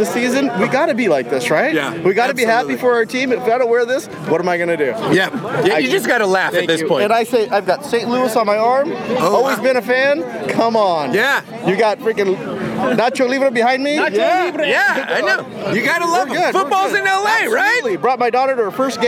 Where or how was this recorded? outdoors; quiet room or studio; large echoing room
outdoors